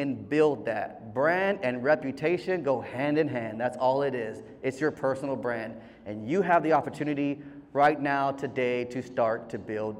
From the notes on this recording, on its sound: a heartfelt speech delivered by our very own host at the Medical Center's "Veterans, Red, White, and You" event on July 13th, 2023